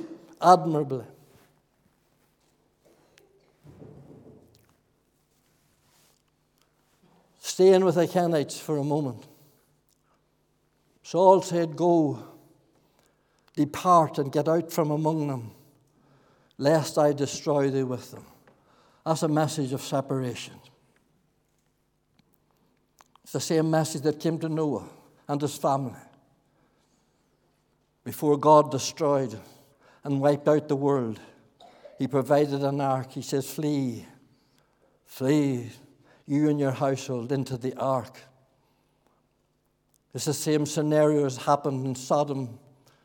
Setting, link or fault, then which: setting, large echoing room